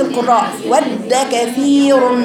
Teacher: دال ساكنة لكن غير مقلقلة